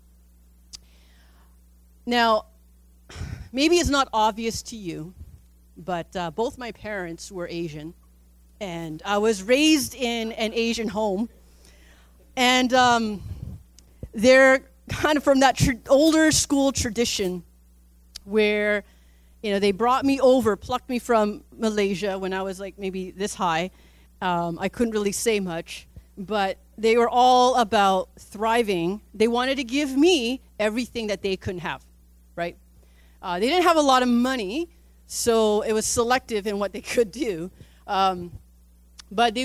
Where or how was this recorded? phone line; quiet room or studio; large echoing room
large echoing room